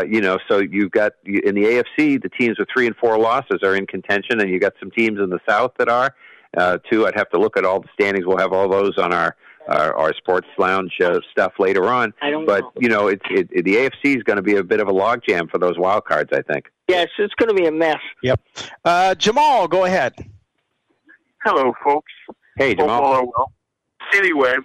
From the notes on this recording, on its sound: take your live calls